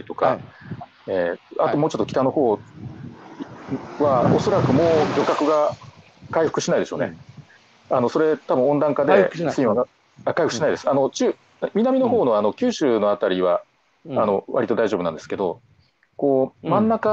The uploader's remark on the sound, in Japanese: 歩きながら1時間、対談する